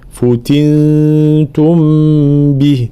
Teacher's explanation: لابد من بيان ضم الفاء ثم كسر التاء، فتنتم به هكذا.